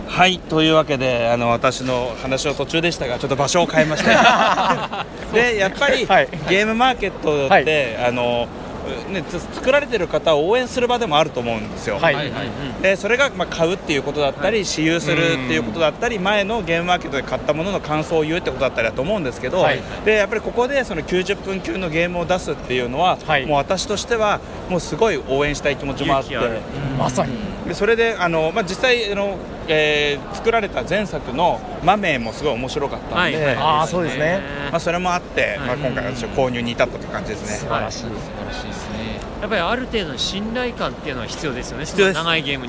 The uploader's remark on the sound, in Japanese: ゲムマ会場で収録しました